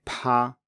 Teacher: when you say pa, you should feel a puff of air on your hand